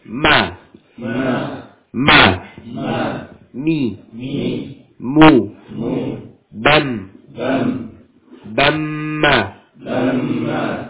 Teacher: Jadi huruf mim suaranya mengalir ke rongga hidung. · Term: sifat ghunnah